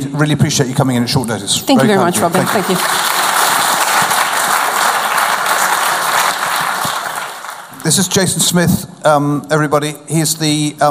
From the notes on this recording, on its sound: We're back in the Steelyard for our autumn season of evening events. From the first half of our Reverse Pitch event on 24 September.